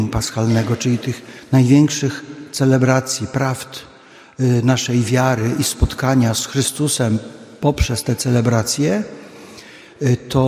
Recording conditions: large echoing room